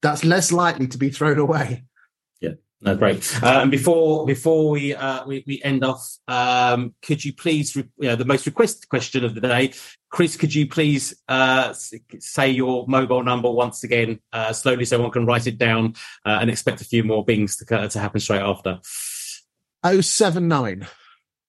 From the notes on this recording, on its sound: This Newsagent episode is a recording of our webinar on how to stay competitive and boost your landlord portfolio.